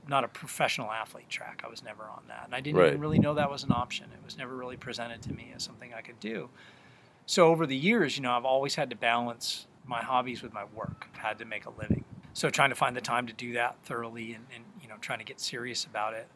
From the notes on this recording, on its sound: This episode was recorded in Humboldt County during the Social DIstancing Mandate in March 2020. We did meet outside but stayed 6 foot from each other at all times.